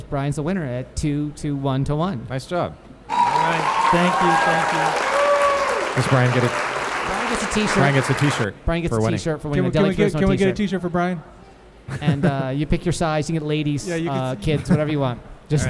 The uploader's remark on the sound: DTR Live at Absolution Brewery. A few other guests and listeners.